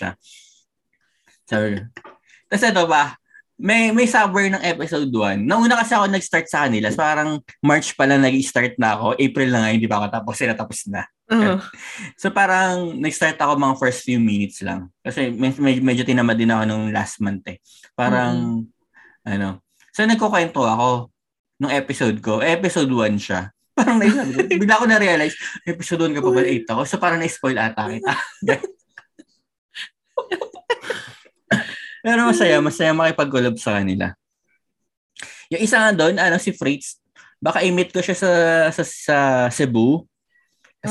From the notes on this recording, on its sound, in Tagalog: Pagkapasok namin sa zoom meeting.